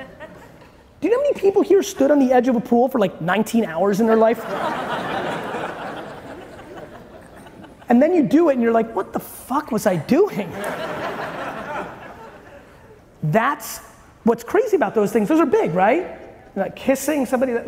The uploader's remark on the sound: you get a throwback clip today from a keynote